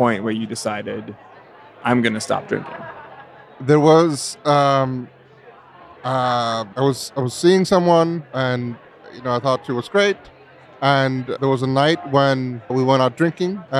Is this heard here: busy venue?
yes